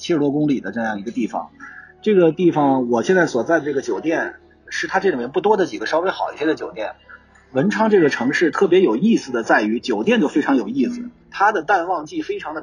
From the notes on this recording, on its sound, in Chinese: 这个地方就是海南文昌！我非常荣幸地在发射现场直击了这次航天盛事。在离开文昌前，我抓紧时间给大家录制了这期播客，虽然现场环境有些噪杂。